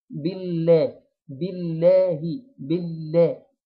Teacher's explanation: الالف اللي بعدها لا تنطق، بنجيب اللام المشدده على طول بالله، اللام هنا بتكون مرققه مشدده مفتوحه